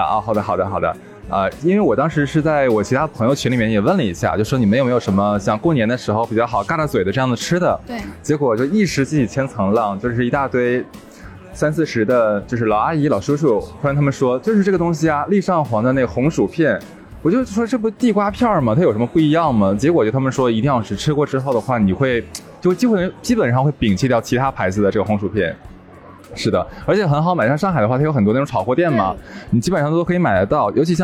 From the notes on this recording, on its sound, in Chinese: 这一期是跟粉丝1月2号在线下一起录制的，背景有些嘈杂。第一次跟粉丝面对面互动。大家围坐在一起聊着好吃好喝。